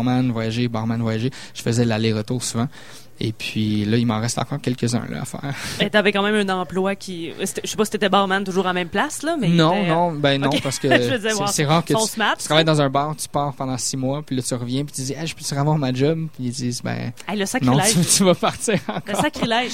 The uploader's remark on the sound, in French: En direct du bar le Sacrilège, sur les ondes de CKRL 89,1.